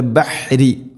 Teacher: റായിനെ തർക്കീഖ് ചെയ്യണം, നേർപ്പിച്ച് കൊണ്ട് ഉച്ചരിക്കണം, ബഹ്രി എന്നല്ല.